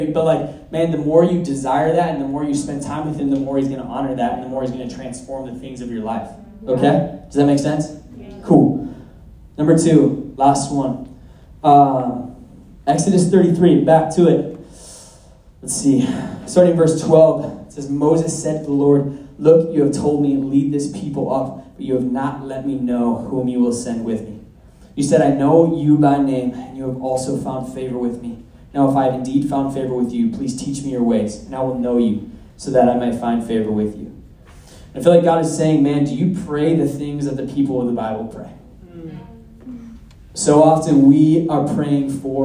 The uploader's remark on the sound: at our Sunday night community gathering